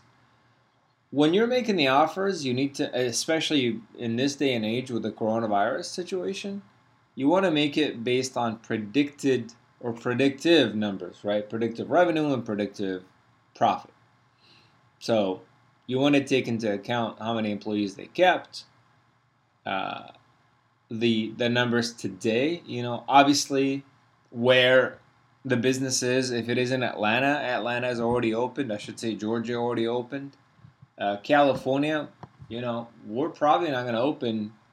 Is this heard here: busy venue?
no